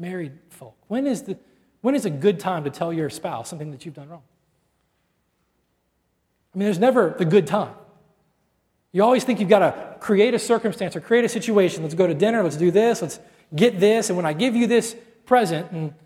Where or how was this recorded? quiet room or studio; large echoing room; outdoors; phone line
large echoing room